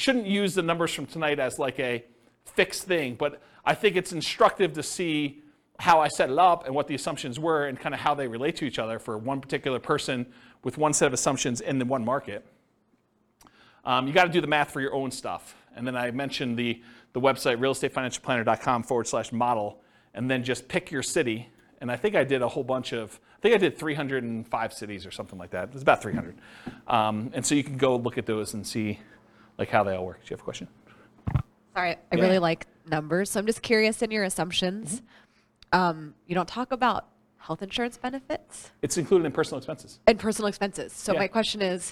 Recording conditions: live audience